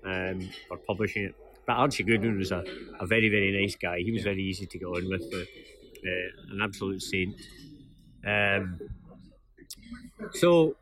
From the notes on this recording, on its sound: This podcast was recorded in a bar on Byres Road and may feature background noise and Glasgow patter.